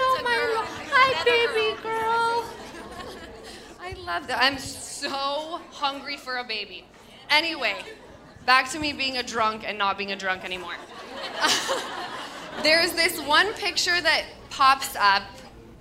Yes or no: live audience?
yes